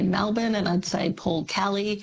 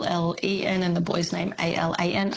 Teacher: Over the last 30 years, Melbournians pronounce some E's as A's, as in …, Melbourne